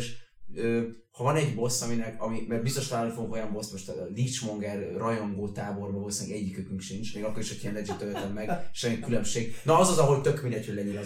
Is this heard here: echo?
yes